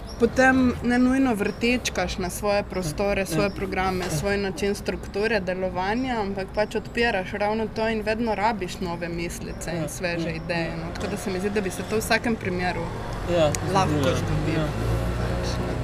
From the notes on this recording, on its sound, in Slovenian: na ulici pred hišo ter pred publiko